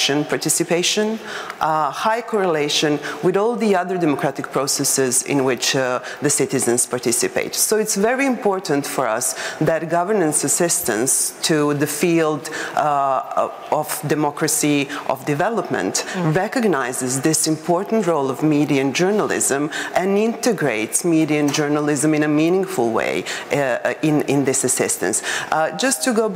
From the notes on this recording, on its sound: Panel at Global Defence of Media Freedom conference in London.